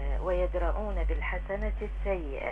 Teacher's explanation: كلمة يدرؤون النوع المد فيها هو مد طبيعي لأن حرف المد هو الواو قبله مضموم